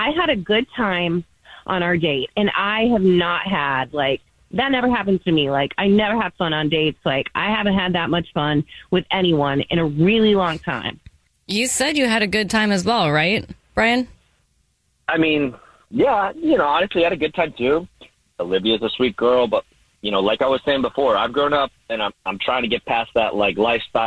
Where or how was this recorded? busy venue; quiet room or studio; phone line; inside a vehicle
phone line